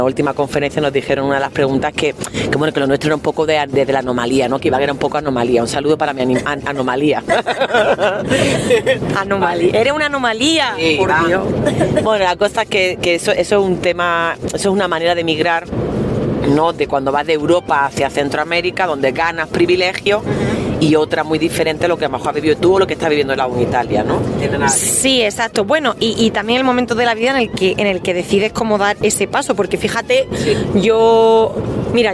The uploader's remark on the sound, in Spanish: Nos mandó un precioso audio desde el coche. En el trayecto entre Balmaseda y Madrid.